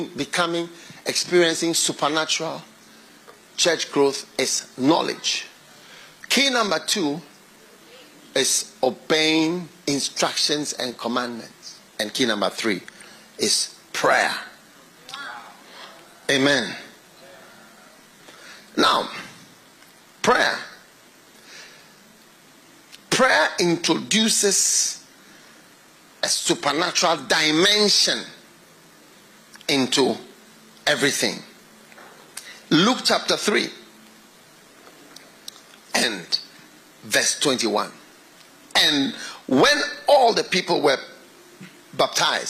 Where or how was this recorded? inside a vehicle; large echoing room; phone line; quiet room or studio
large echoing room